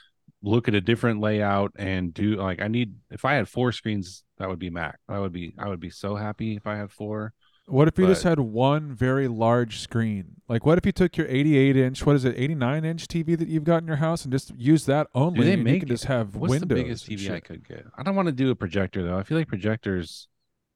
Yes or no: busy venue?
no